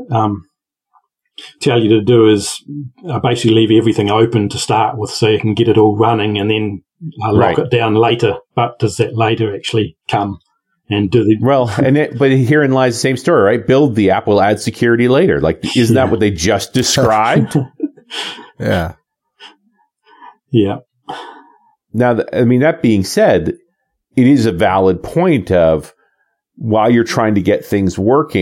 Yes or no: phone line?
no